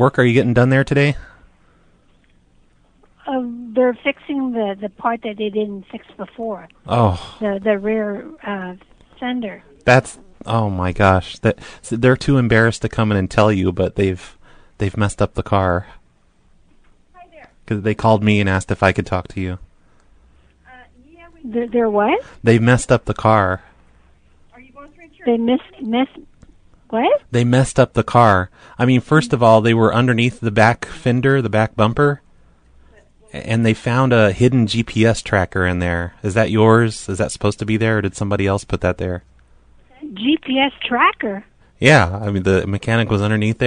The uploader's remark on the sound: Prank Phone Calls Collection